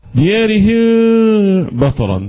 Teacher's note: الإخفاء يعني بنخفي الميم في الباء · Term: إخفاء شفوي